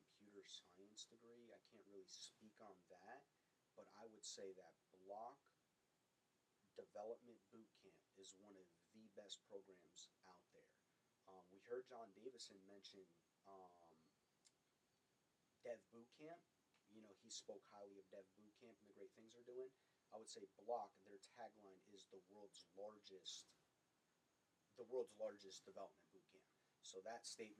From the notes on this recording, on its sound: Excuse us for the low audio.